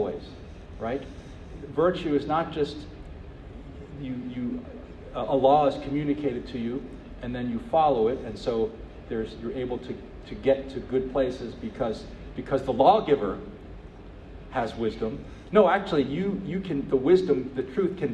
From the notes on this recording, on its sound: At the NYC Thomistic Institute at the Dominican House of Studies.